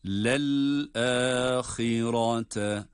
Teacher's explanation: ha kalın harf. Kendisine sonra gelen ra da yine kalın okunan durumda.